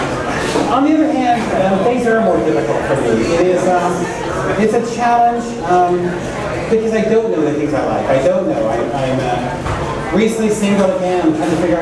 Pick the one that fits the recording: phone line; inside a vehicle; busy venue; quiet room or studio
busy venue